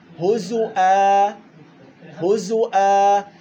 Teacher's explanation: وقرأ الباقون بضم الزاي مع الهمز